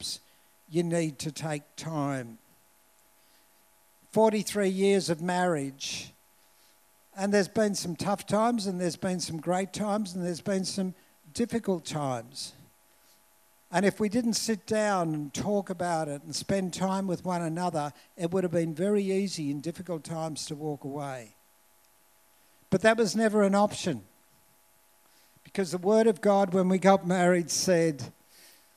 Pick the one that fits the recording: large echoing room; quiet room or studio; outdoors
large echoing room